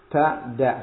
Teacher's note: Ujung lidah dengan gusi gigi seri atas. · Term: makhrajnya